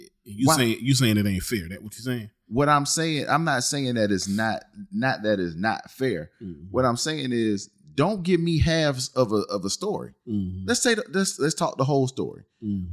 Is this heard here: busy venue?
no